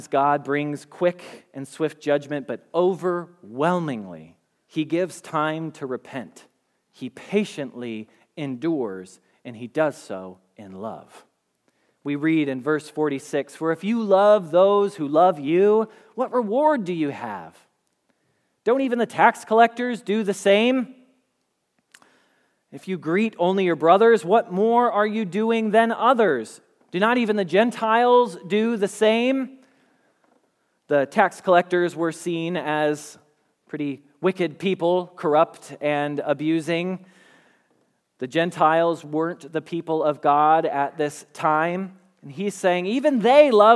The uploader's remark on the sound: Message Preached at Valley Creek Church